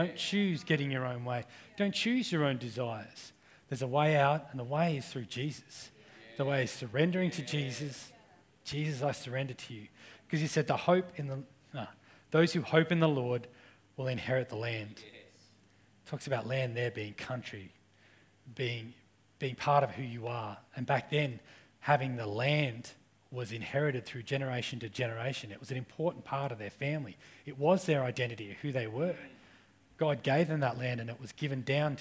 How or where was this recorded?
large echoing room